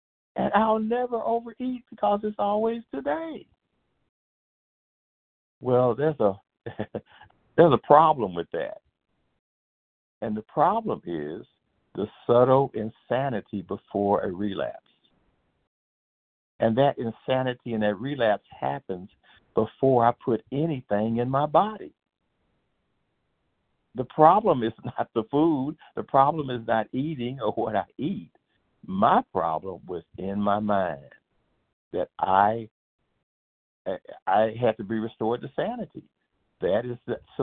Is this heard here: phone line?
yes